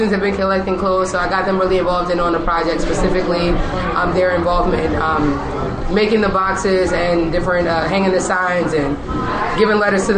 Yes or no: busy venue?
yes